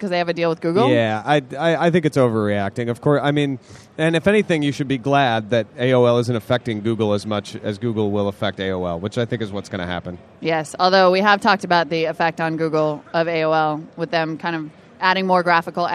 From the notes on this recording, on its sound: Live from Macworld